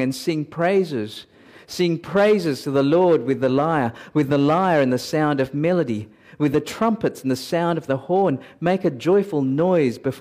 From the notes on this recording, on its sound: at Covenant Hope Church in Dubai, UAE, on Oct 23, 2022